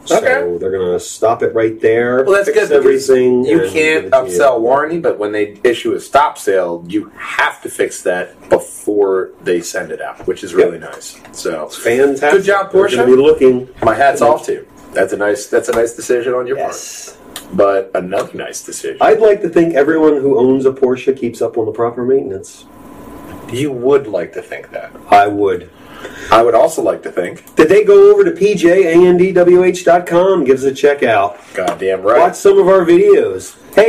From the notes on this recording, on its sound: slight audio issues